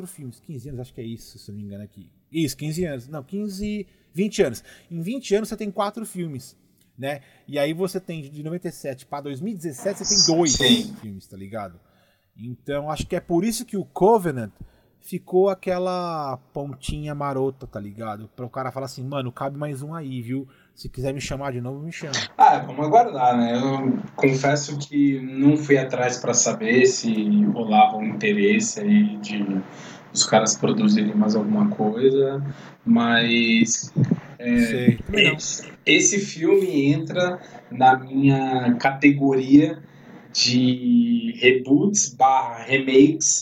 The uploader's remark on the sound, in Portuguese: Vale também dizer que enfrentamos dificuldades de áudio neste episódio, mas compromissados, fizemos assim mesmo.